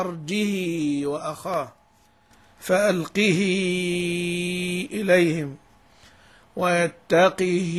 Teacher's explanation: زاد إشباع الكسرة في أرجه، حيث إن حفص يسكن كما تعلمون، هو قرأ أرجه وأخاه فألقه إليهم ويتقه، طبعا هنا مش يكون في مد زائد، ويتقه فأولئك. · إشباع كسرة الهاء وصلتها بياء